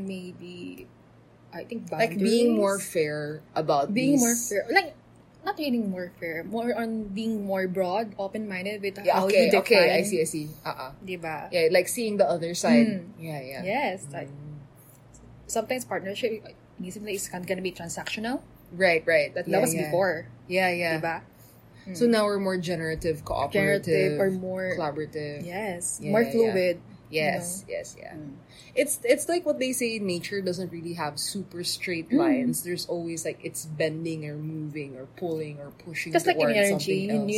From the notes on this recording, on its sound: this has atmospheric sounds again